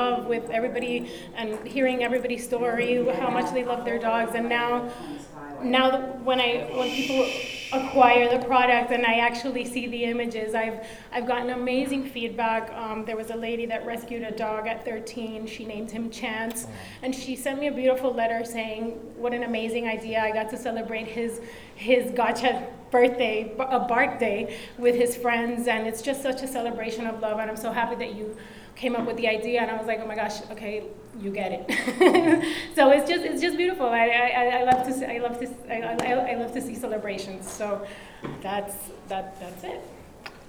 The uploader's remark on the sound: Live to Tape from the 2018 Global Pet Expo in Orlando, Florida March 22, 2018